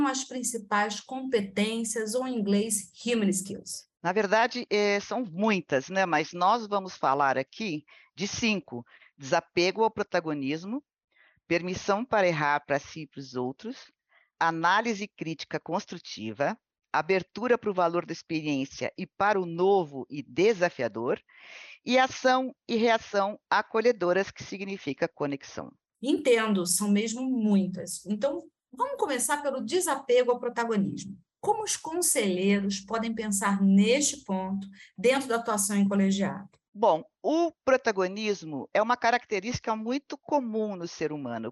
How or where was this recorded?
video call